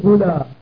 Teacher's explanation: وبنو تميم يقولون أولى بالقصر يعني بقصر الألف